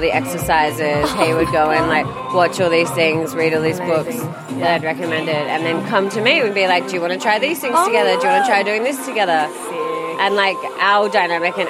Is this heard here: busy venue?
yes